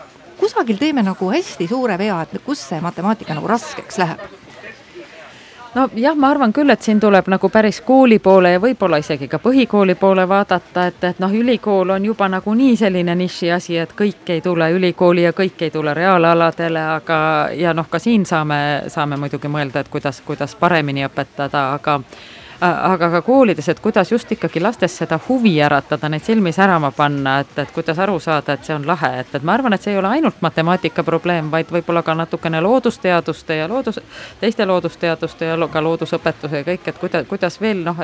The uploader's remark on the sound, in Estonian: Sel reedel läheb Nädala tegija eetrisse Arvamusfestivalilt.